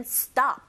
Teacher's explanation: S의 to, 그 다음에 stop, 요 소리 자체가 at stop, at이라는 전치사는 강세를 받지 않은 기능어인지라 stop에 조금 더 강세를 주셔야 되는데 s 사운드, t 사운드 맞물려 있죠? t 사운드 된소리 현상이 일어납니다.